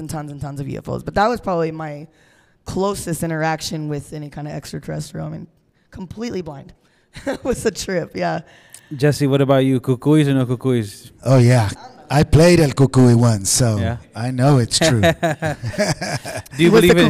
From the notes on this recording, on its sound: Live from the San Antonio Central Library for the Raza Cosmica Sci-Fi short film series.